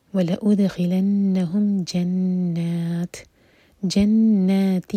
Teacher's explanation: تا کو ساکن کریں گے تا پر ہمس ہوگی اور نون پر غنہ